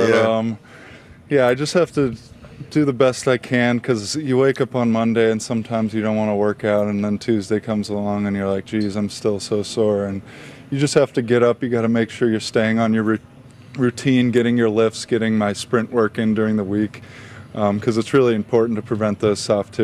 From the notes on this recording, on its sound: broadcast live from Chargers Training Camp at Jack Hammet Sports Complex